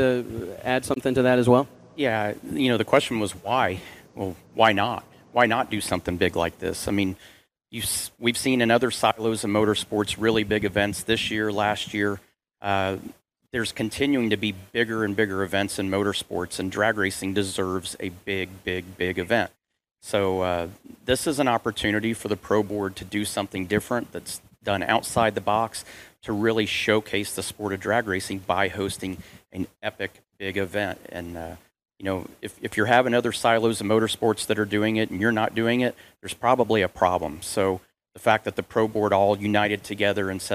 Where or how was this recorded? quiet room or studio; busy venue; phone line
busy venue